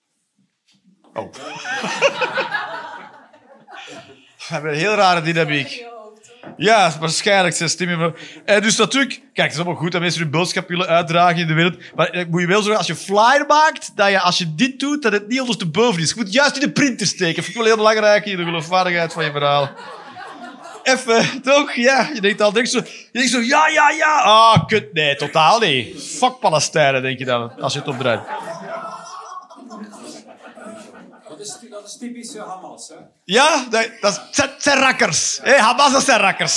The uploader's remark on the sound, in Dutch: Live 11 Oktober 2023, bij ComedyhuisClub, Utrecht.